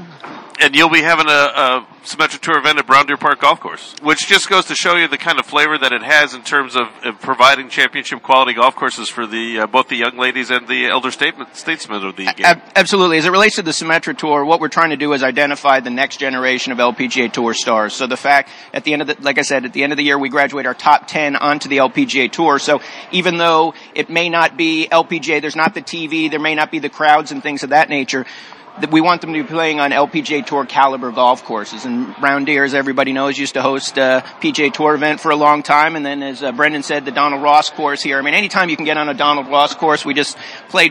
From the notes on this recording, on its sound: Live from the Media Days for the inaugural #SeniorLPGAChampionship at the Pete Dye course at French Lick Resort.